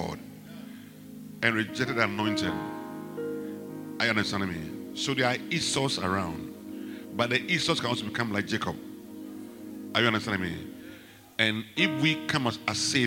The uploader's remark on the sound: Preached at the Rose of Sharon Cathedral , Catch the Anointing Centre, LA - Acccra